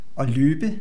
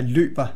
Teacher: Der Infinitiv hat keinen Stoßton, aber der Präsens hat einen Stoßton.